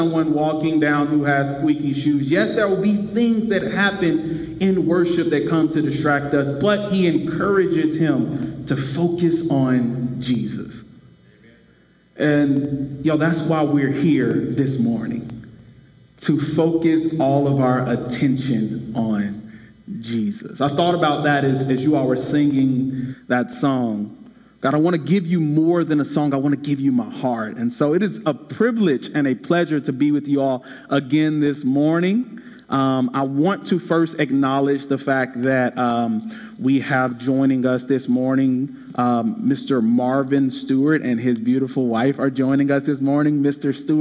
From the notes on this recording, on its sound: Shares a message from Huffman Baptist Church, where he preached on Colossians chapter 1.